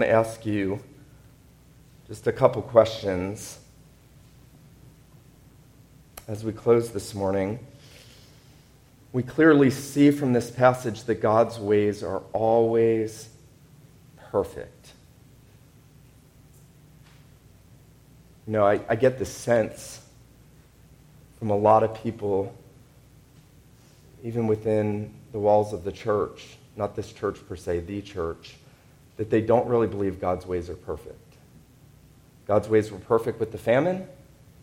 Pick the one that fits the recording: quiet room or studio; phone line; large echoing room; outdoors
large echoing room